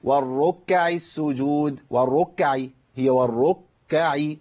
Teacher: لابد من بيان تشديد الكاف والراء